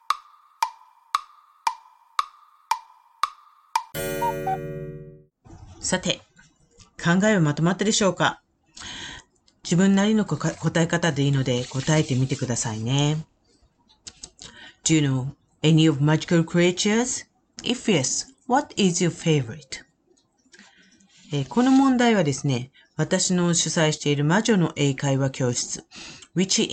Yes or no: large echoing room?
no